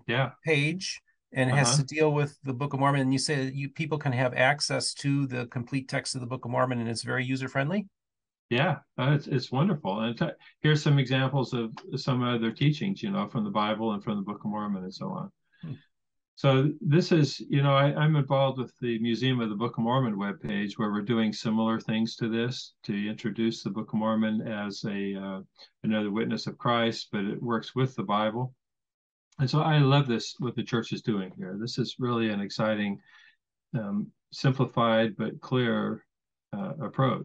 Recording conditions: video call